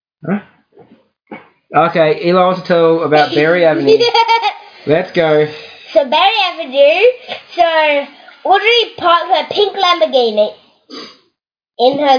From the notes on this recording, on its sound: I would like to apologize for this episode as the kids are excited for Christmas and are bouncing around the room.